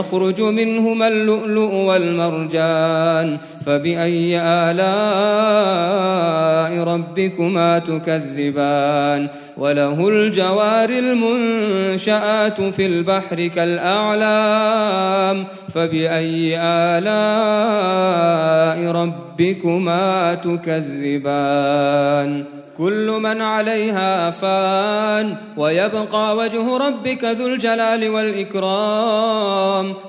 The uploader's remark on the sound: Ramadan 2018 at the Houghton Masjid (West Street).